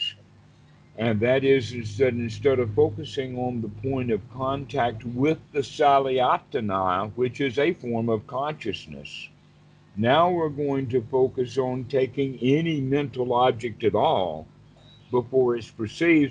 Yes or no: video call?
yes